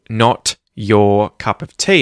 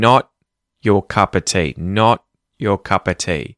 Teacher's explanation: I'm muting the letter T at the front of the word, or sorry, at the back of the word, not. · Shown in: second take · So, instead of saying not your cup of tea, I'm saying not your cup of tea, not your cup of tea. · Term: muting that T